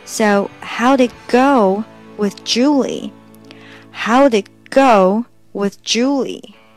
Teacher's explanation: it 后面的小 t 又应该把它吃掉